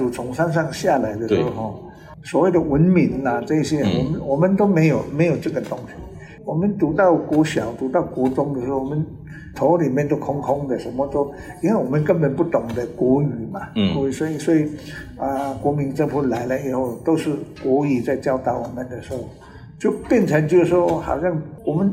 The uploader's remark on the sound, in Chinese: 本集於住宿公共空間進行錄音，故會出現些許背景音，若影響收聽品質請見諒!